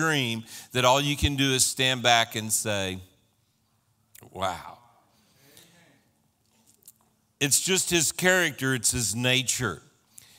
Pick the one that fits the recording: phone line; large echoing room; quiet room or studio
large echoing room